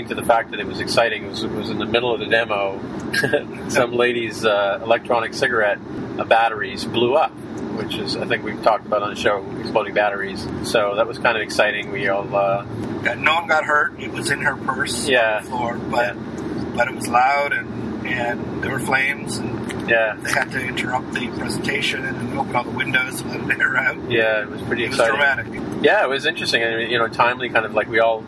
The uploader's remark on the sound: This week we recorded LIVE